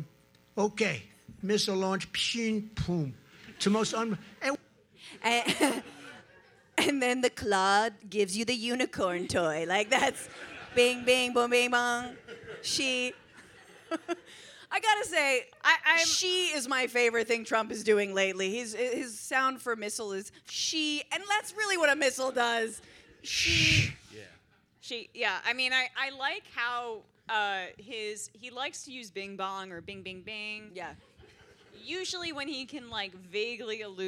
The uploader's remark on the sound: Too much fun in this LIVE episode of the pod in San Francisco.